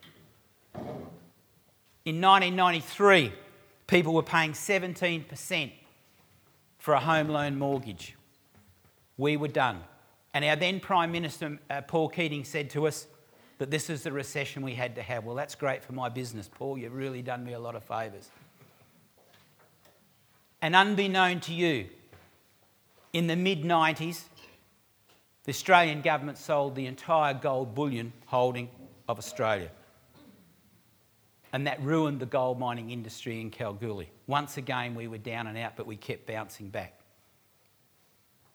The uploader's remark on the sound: recorded live at REBar Camp 2018